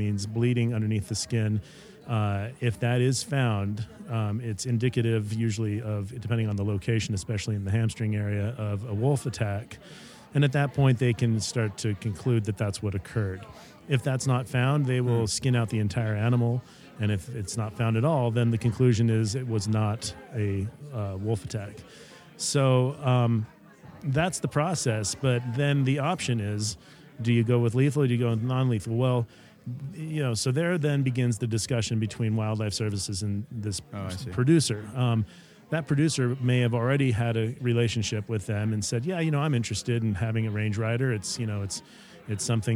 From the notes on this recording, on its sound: This is the first of our podcasts recorded at The 2023 Yellowstone Wolf Summit in Gardiner, Montana!